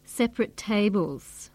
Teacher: In the adjective form, separate, the first syllable is stressed, and the second and third syllables are reduced to weak forms.